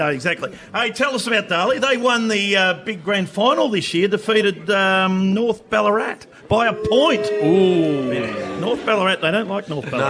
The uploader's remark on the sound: The Rush Hour Live From Melton Entertainment Park. Live at Melton Entertainment Park for the Rush Hour's Mad Month.